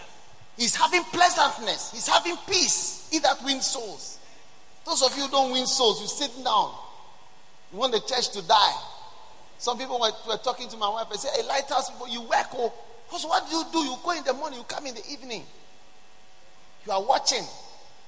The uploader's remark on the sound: Preached at Wisdom Impartation Service at the Lighthouse Chapel International, Bread of Life Cathedral, Adenta.